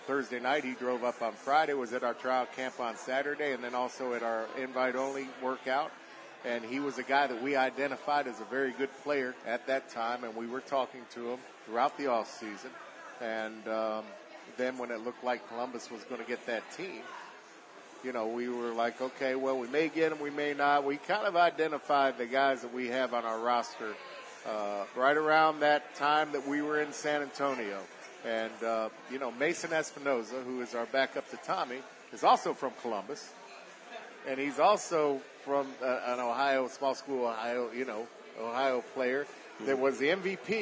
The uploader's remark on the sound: LIVE from the Recovery Room Sports Bar and Grill